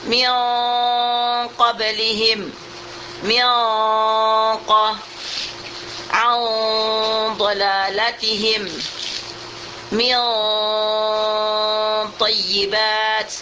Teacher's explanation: Ada ikhfa ini yang dengungnya mufakhamah, ditebalkan. Kalau sesudah ikhfa ini ada huruf al-isti'la, dia huruf itbaq yang empat dengan huruf qaf.